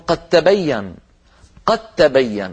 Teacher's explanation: العرب تقول قد وتظهر الدال وتقلقلها، لكن لو جاء بعدها تاء يقولون قد تبين، قد تبين، ولا ينطقون الدال ولا يقلقلونها، بل يجعلونها تاء ويدغمونها في التاء التي بعدها